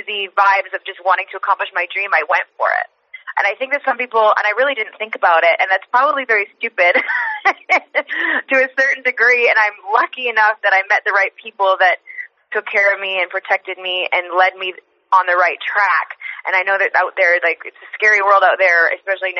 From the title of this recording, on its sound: IMPACT Wrestling Teleconference